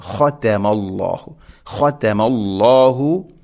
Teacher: ഖതമ അല്ലാഹു താഇനെ ലൈറ്റായിട്ട് ഉച്ചരിക്കും വേണം. ഖതമ എന്ന് കനപ്പിക്കരുത്.